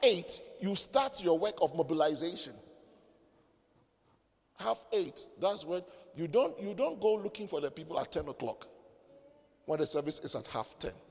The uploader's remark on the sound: Preached at the midweek servants armed and trained service